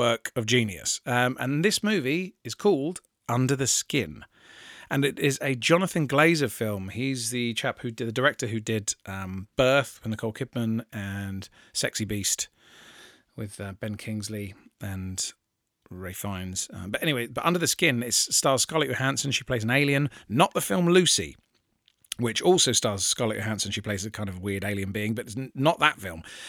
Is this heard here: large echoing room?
no